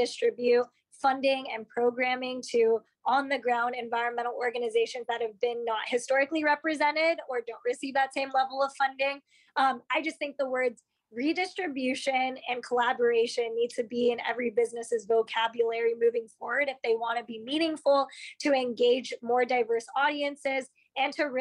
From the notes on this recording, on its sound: After a trailblazing day, she hopped online to record our conversation.